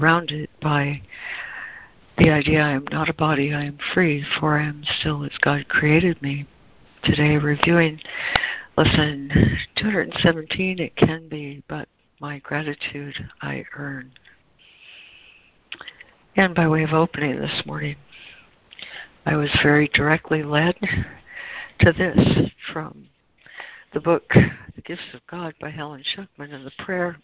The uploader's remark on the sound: ACIM Daily Conference Call.